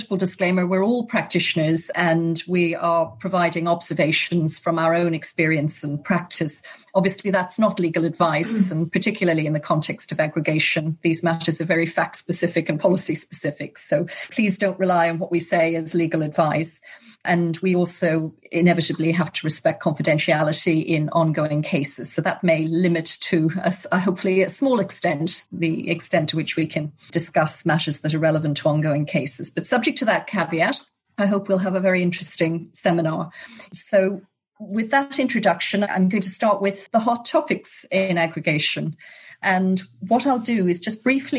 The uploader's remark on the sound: a recording of a virtual panel discussion hosted by Fountain Court in July 2021